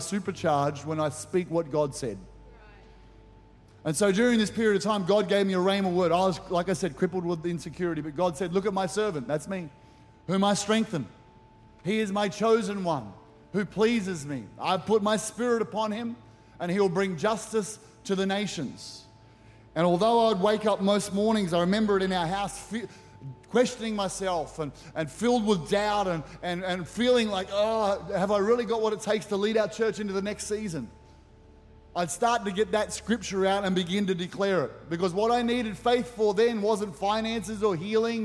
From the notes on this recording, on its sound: With services streamed live at 9am AEST. Recorded during our 9am service on Sunday, the 18th of February 2024.